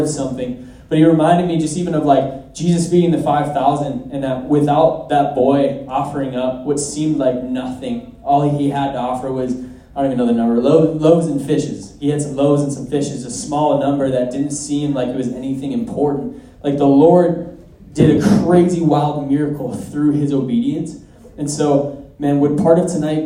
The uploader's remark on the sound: at our Sunday night community gathering